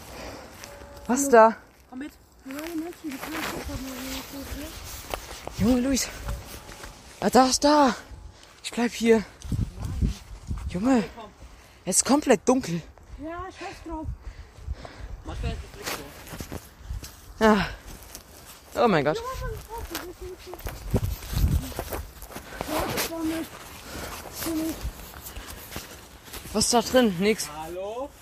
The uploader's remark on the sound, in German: sind wieder durch den Ort gelaufen und haben mehr als 100 Minuten Podcast aufgenommen